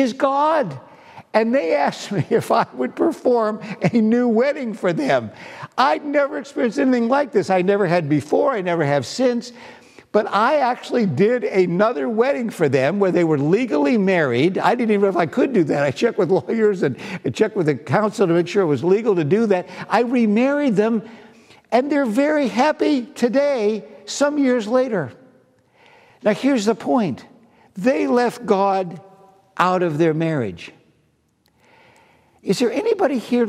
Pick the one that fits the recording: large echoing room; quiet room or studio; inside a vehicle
large echoing room